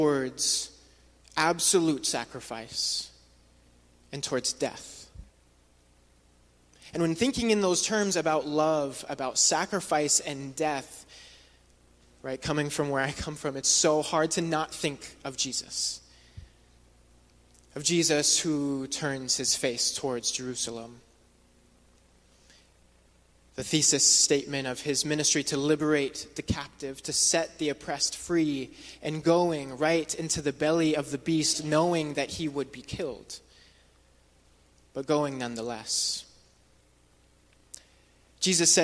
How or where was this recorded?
large echoing room